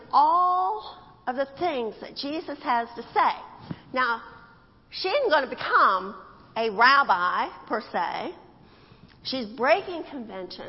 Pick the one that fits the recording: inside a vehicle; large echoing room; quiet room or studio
large echoing room